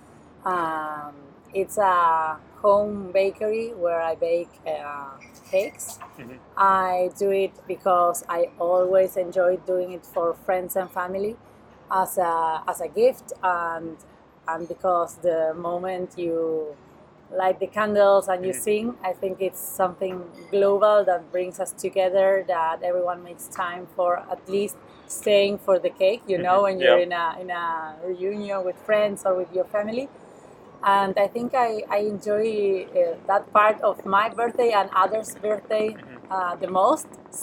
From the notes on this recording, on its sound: Omama's Pasteleria, Barcelona. Apologies in advance for the background noise and the wind - my microphone is still on the way and we were talking outside on a busy Saturday morning!